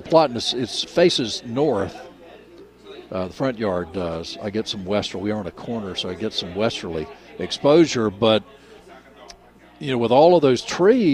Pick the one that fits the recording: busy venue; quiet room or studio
busy venue